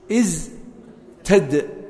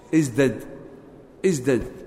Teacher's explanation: مثل ازدد، أصلها ازتد، أصلها ازتد، قلبت التاء دالا لوقوعها بعد الزاي فصارت ازدد · Shown in: second take